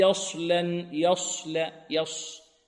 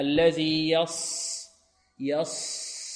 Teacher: نفخم الصاد بدون ضم شفتين · Shown in: second take